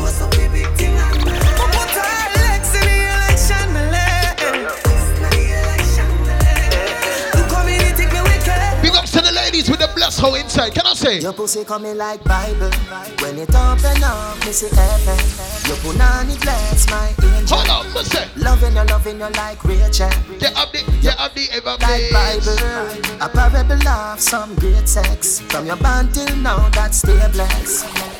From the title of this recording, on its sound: Live Audio: Twice As Nice The Day Party